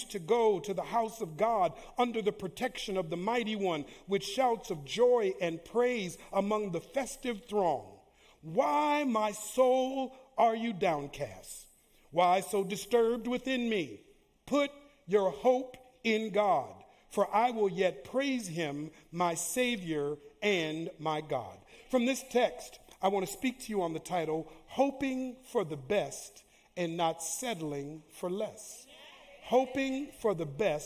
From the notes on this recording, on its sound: Live Recording: 2/25/2024 - 10:30am Service